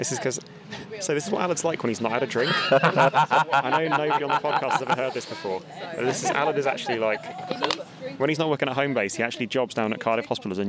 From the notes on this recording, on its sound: This week we're coming to you liiiiiiive from the Frocester beer festival ! This week we're coming to you liiiiiiive from the Frocester beer festival ! It's an awesome annual festival, and we did a recording there because why the heck not eh?